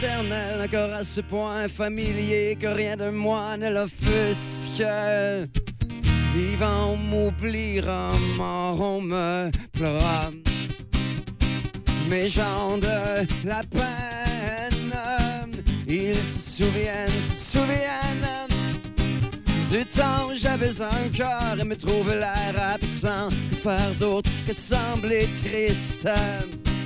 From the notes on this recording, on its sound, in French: Dans le show de lancement de DEBOUT L'ESTRIE. En direct du McDo King Ouest!